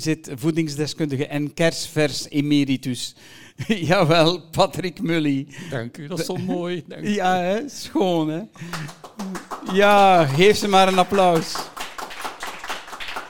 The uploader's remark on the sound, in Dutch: Gezondheid & Wetenschap Live op Docville. Deze aflevering werd opgenomen live op DOCVILLE 2023.